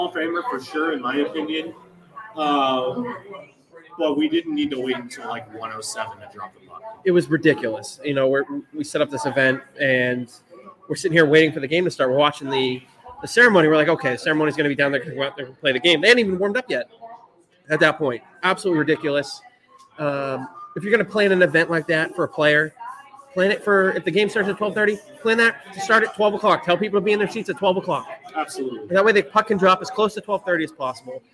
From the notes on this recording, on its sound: Right from Back Hill Beer Company! The audio is a bit wonky due to the live event, so bare with us!